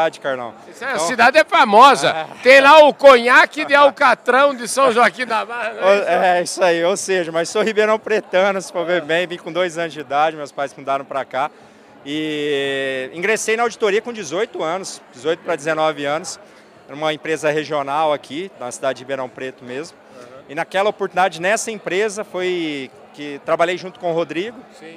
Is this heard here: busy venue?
yes